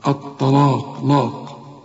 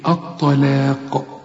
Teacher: هنا في ناس كتير قوي تيجي تقول لك الطلاق، دي أول غلطة، الطلاق لاق، لا، هنا الطاء هنا مفخمة واللام والمد بتاعها مرقق والقاف مفخمة · Shown in: second take